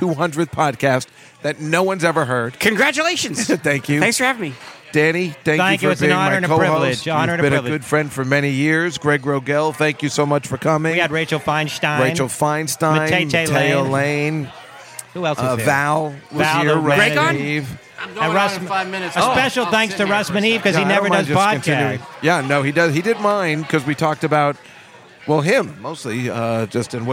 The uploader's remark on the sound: LIVE from the legendary Comic's Table at the legendary Comedy Cellar in the West Village in New York City